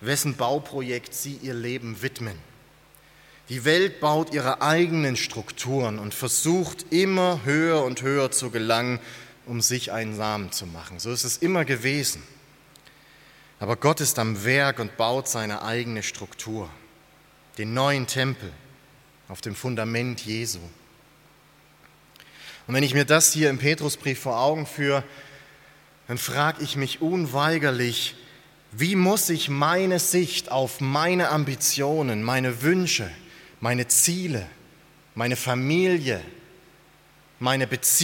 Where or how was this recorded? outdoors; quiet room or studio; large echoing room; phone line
large echoing room